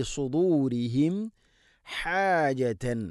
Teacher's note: ഹ തൊണ്ടയുടെ മധ്യഭാഗമാണ് ഹ